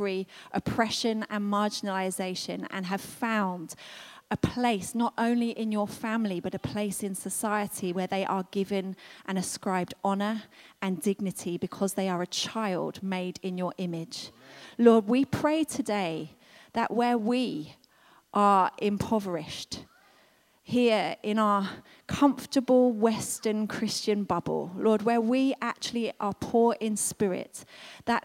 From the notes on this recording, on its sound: This was recorded at Skylark Church on 11th August 2019.